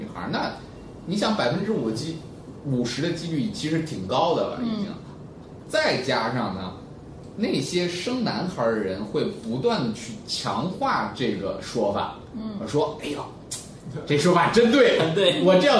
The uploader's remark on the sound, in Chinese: 本期节目为在张大妈办公区用录音笔录制，可能有街道上的杂音，请见谅。